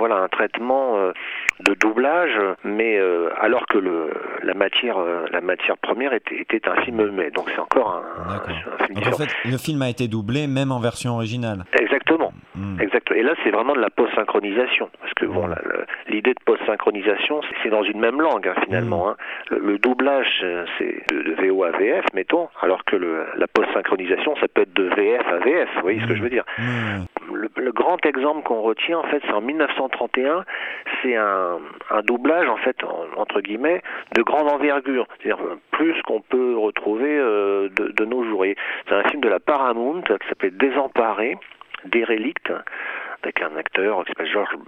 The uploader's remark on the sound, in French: Interview par téléphone